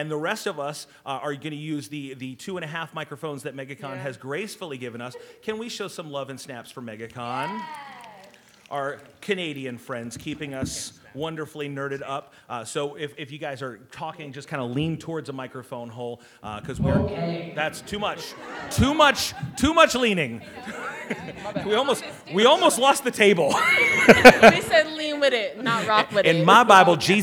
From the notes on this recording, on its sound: This is our recording of our live panel/podcast from Megacon Orlando. In the room were believers and non-believers, those we connected with at the con, some already in community with us, and some just curious.